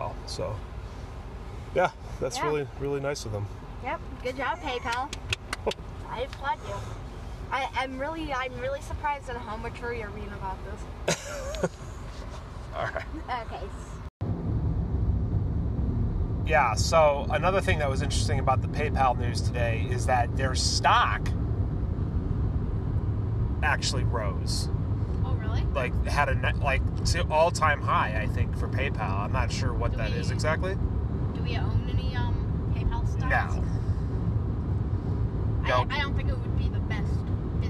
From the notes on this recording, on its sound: The bitcoin kid are in the car again talking bitcoin and the recent PayPal news.